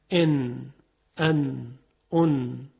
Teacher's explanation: یعنی سر زبان میخوره به لثه دندونهای پیشین بالا و صدای نون شنیده میشه به صورت خیلی ساده · Term: اظهار